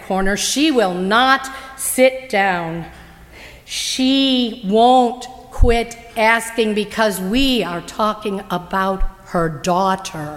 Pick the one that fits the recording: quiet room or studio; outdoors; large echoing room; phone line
large echoing room